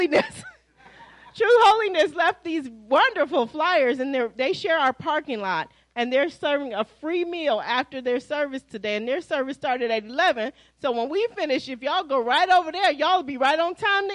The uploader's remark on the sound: Praise and Worship Service